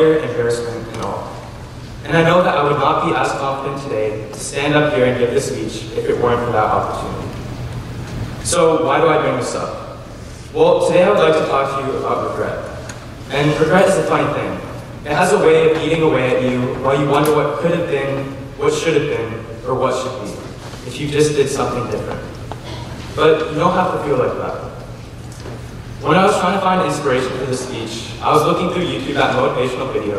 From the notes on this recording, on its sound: delivered his prefect homily to the student body in the Memorial Chapel